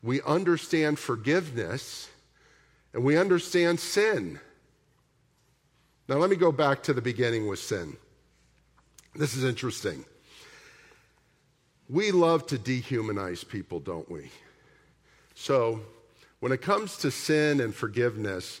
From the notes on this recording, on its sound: at the October 8, 2023 Sunday morning services of Boca Raton Community Church in Boca Raton, Florida